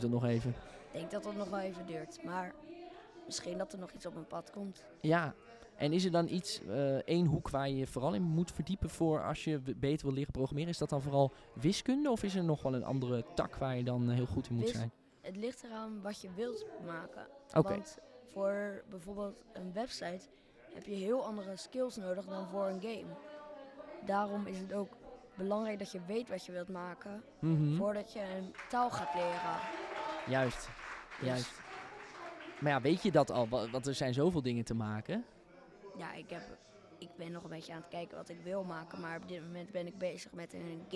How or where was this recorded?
busy venue